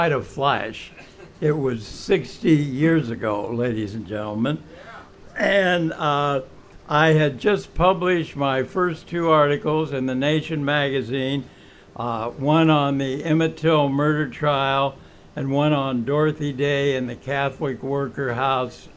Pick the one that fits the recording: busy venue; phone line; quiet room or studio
busy venue